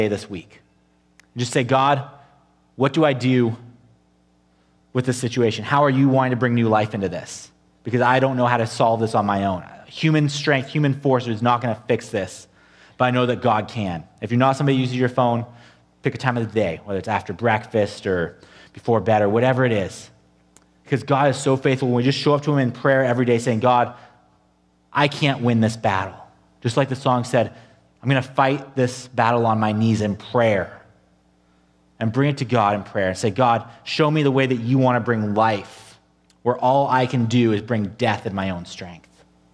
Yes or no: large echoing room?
yes